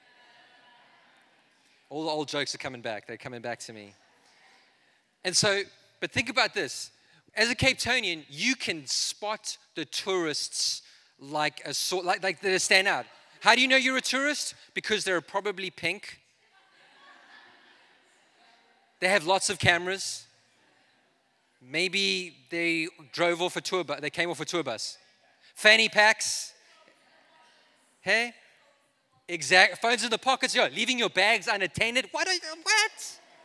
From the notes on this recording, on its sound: This is a message I preached in Revive Church.